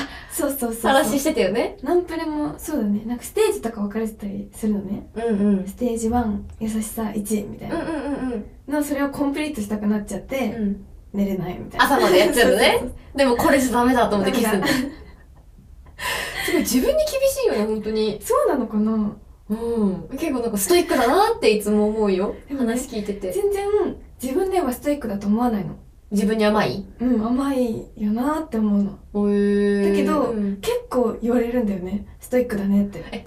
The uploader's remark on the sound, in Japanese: 録音状況が悪くてすみません！